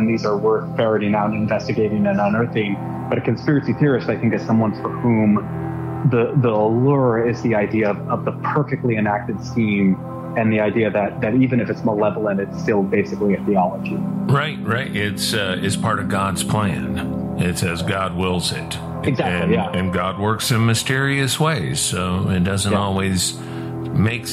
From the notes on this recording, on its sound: Joining us by telephone from New York is the author.